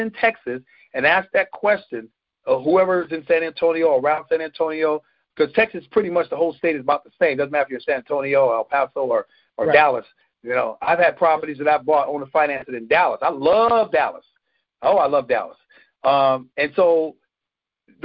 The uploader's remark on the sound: Gold Club Q&A Call.